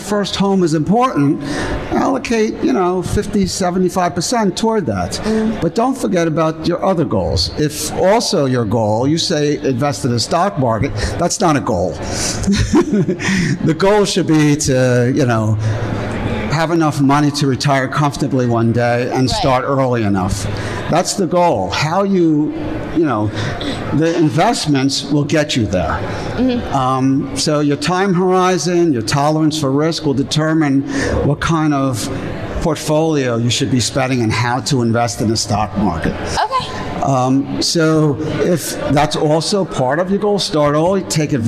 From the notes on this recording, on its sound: LIVE PODCAST (recorded 1.30.20) at the magical #metroburb, Bell Works of Holmdel, NJ.